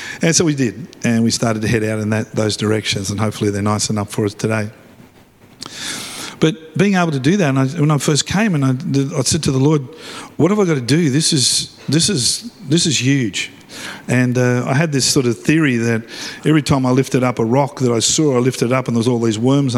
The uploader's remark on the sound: live at Freshwater Church on Sunday the 25th February, 2024